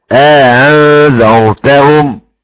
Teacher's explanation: الإدخال ألف تمد بمقدار حركتين